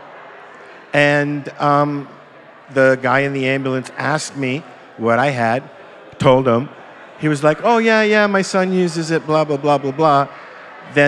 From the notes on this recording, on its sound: We're coming at you live from CannaCrawl !